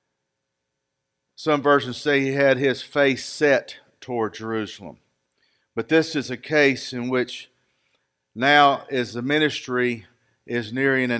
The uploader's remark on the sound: Recorded live at Freedom Fellowship Church in Tontitown, Arkansas on Sunday, May 16, 2021.